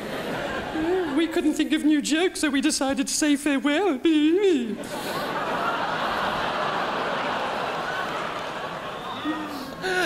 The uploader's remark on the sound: Final performance - 2006 Melbourne International Comedy Festival Gala.